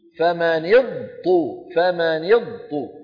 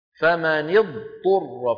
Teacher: لا تدغم الضاد في الطاء · Shown in: second take · Term: بيان الضاد عند الطاء